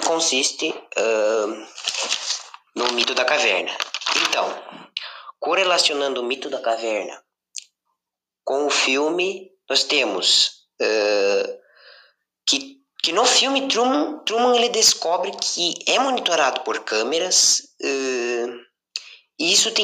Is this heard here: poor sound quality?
yes